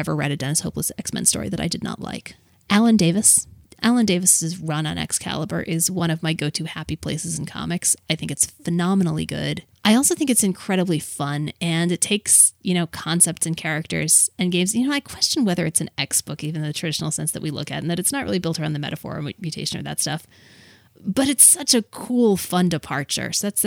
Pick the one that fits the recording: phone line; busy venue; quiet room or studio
quiet room or studio